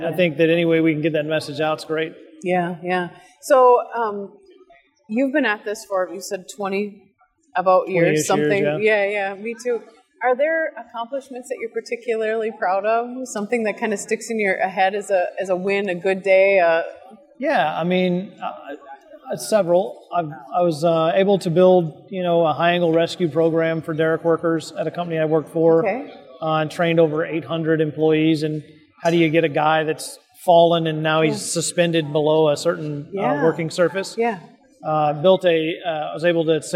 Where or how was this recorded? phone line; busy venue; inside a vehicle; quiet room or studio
busy venue